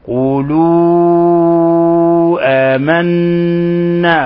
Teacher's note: قولوا آمنا، لاحظ هنا حرف المد جاء بعده الهمز، هو في كلمة والهمز في كلمة أخرى. الحكم التجويدي مد منفصل، مد منفصل، نمد من 4 إلى 5 حركات. قولوا آمنا، ونلاحظ النون المشددة وكيف أننا عملناها أعطيناها حرف غن مشدد.